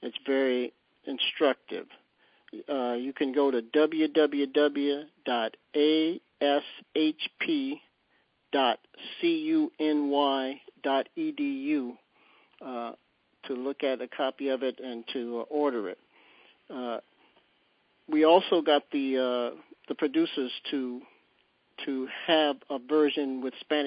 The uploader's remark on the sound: On Thursday February 24th we held our 2nd national teleconference. On this call we listened to a pre-recorded interview.